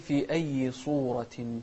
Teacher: فخم الصاد عشان لا تكون كأنها سين